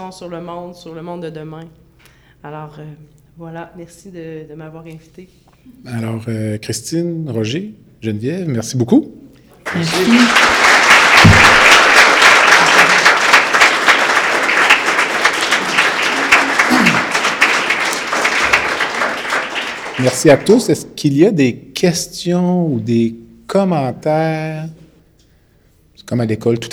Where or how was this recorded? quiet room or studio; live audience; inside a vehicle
live audience